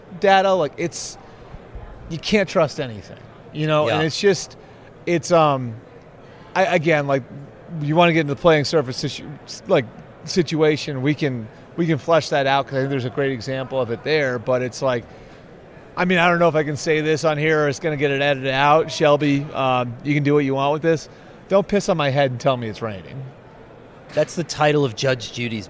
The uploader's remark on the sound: live from the Super Bowl media day in Vegas